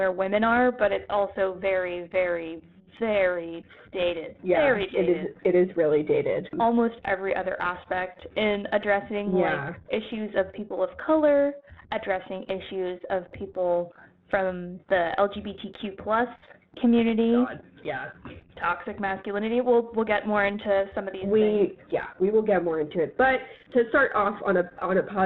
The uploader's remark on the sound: Apologies for the audio quality, we had some technical difficulties.